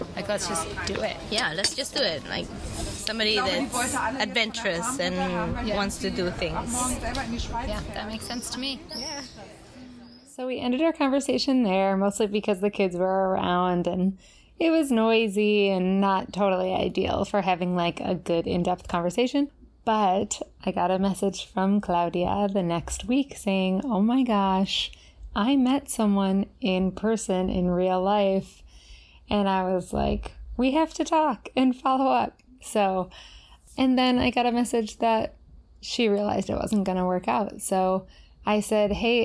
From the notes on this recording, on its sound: On the Streets of Spain. Listen in to all the sounds of the city streets and the summer.